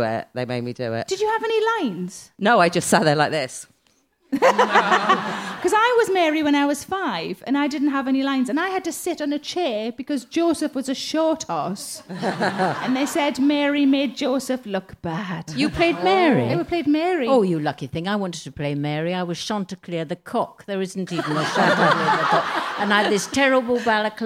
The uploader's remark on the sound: Recorded at Leicester Square Theatre on December 14, 2017.